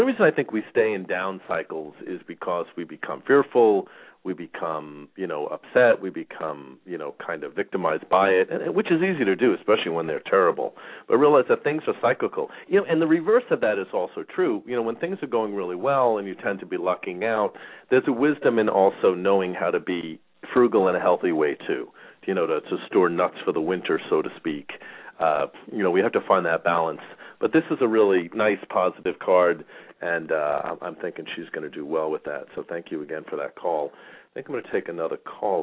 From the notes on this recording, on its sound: Callers may call in 20 minutes (halfway thru show) into the live show with questions or comments and 5 minute mini navigational consultations. Phone lines open early for listeners.